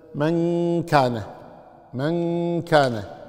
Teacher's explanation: كمثال صف ذا ثنا من صيده، من صيده، ما تقول مص صيده كالإخفاء الإدغام أبدا، وإنما من صيده، من صيده هكذا، يعني من ضعه مثلا، من كان، من كان، فالنون موجودة لكن لا تخرجها تماما، لا تلصق اللسان باللثة فوق، من كان، وهكذا.